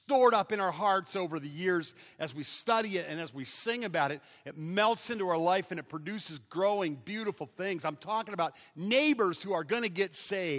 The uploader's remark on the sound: Preached on May 18th, at 11:00 AM at Evangel Baptist in Taylor, Michigan.